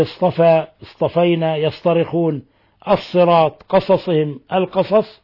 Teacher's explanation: فيجب إذا قرأ القارئ كلمة بالصاد أن يأتي بها مطبقة مستعلية عند خروجها إلى الحنك الأعلى، فتبعد عند ذلك عن مشابهة السين · Term: الإطباق والاستعلاء